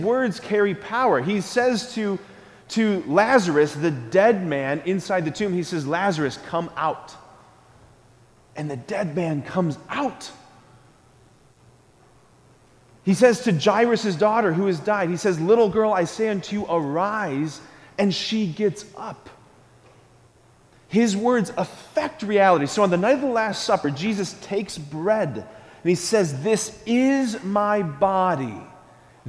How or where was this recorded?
large echoing room